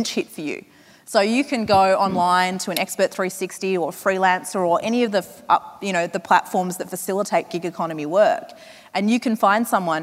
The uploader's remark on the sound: From 2018's Flying Solo Live